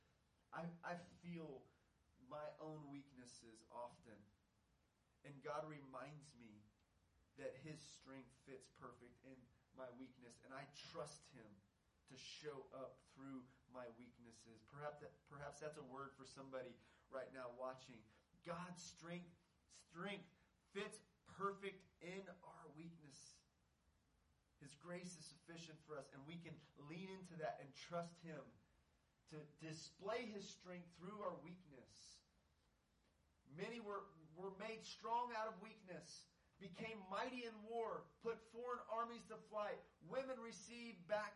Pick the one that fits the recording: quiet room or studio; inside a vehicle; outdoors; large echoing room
large echoing room